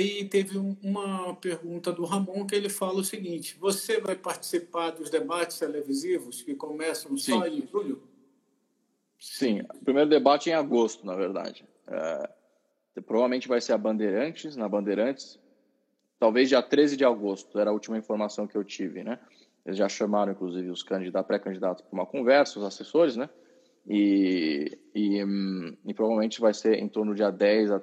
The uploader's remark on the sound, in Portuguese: Live no Instagram